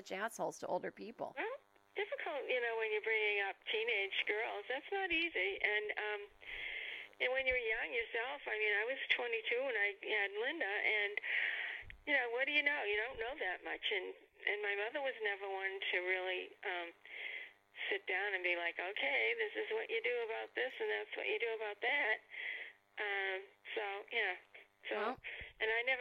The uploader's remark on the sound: mom also gets on the phone